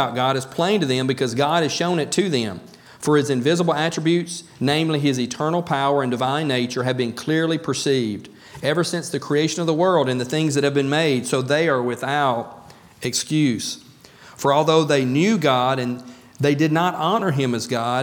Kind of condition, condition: setting, large echoing room